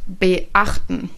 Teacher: Es ist eine kurze Pause dazwischen. Das nennt sich Glottisschlag.